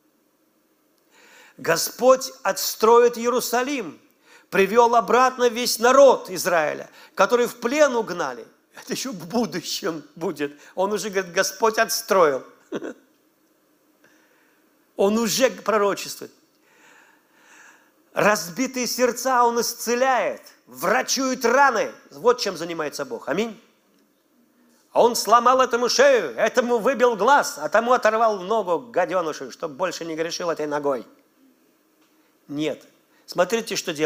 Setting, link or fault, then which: setting, large echoing room